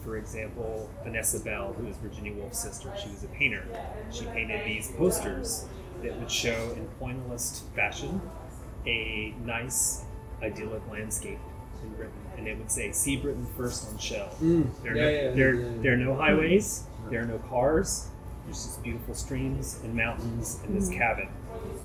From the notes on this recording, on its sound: This conversation is a lively one, recorded at a fairly noisy bistro, with all the sounds of people playing pool and children’s shoes squeaking.